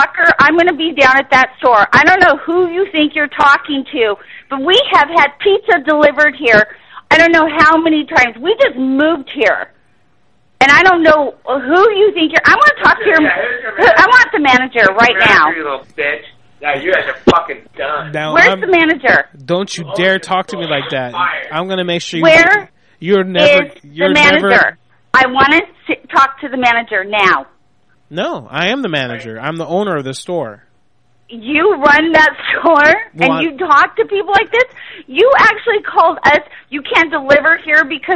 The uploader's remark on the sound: Prank Phone Calls